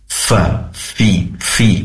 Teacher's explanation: pastikan fa di sini kita tunaikan sifat hamasnya yaitu mengalirnya nafas atau udara di saat kita melafalkan fa